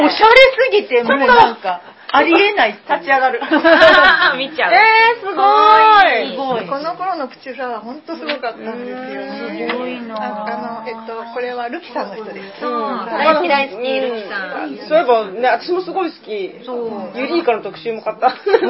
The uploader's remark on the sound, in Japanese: 公開収録イベント「少女漫画座談会」の後編です。